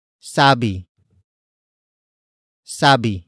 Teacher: And then we add the han suffix, since the root word ends with a vowel that does not have a glottal stop